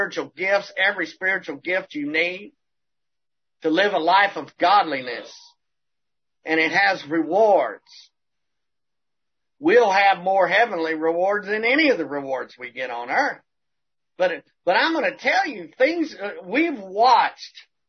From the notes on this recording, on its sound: Audio by Zoom Meetings. 2021 January Zoom Meeting.